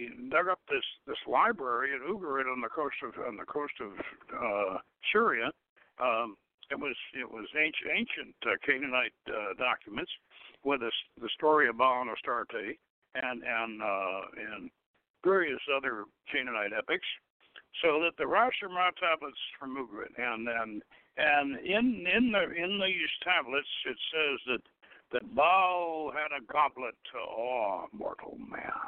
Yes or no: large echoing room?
no